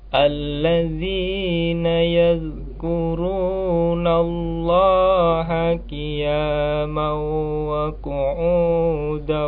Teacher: Huruf qaf walaupun dia berharokat tetap menampakkan sifat tafkhimnya ya, sifat isti'alanya ya. Coba diulang kembali, jangan uh, membaca qaf pada makhraj kaf sehingga terbaca tarkik atau tipis.